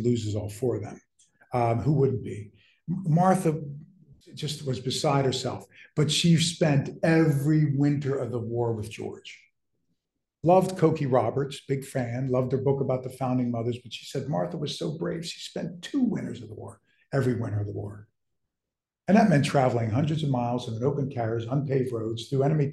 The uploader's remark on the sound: In this lecture recorded September 10, 2023